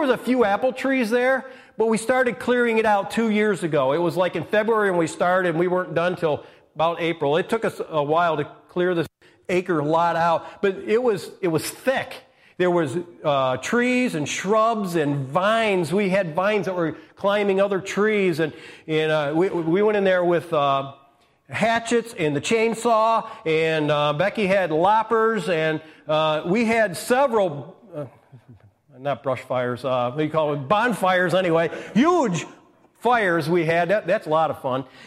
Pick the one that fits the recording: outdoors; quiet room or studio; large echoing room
large echoing room